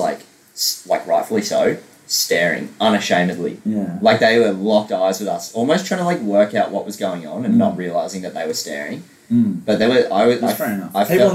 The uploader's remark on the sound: Apologies for the poor audio this week.